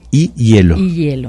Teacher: Y si digo hielo, la que suena fuerte, la vocal tónica es la E.